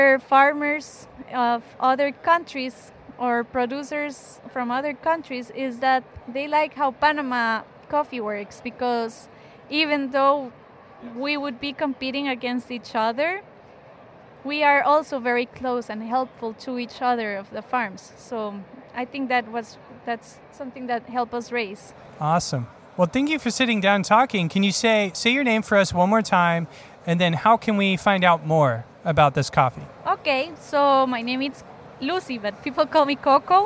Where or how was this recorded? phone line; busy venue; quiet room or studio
busy venue